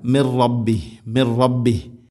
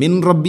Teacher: മിർ റബ്ബിഹി മിൻ റാ സാക്കിന നൂന് ശേഷം റാ ഇദ്ഗാം ബിലാ ഗുന · Shown in: first take